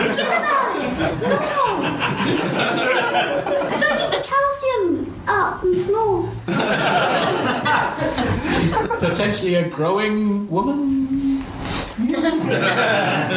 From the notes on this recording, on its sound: Audience suggestions for this episode